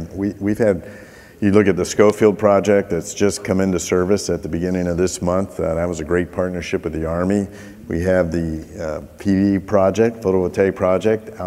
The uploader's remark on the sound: The best of live interviews from GreenBiz events.